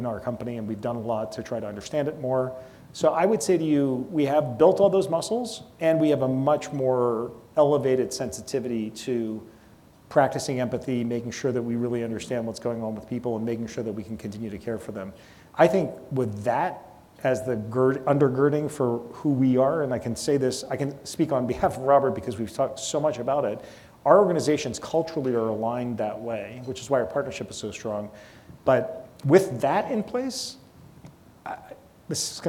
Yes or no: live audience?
yes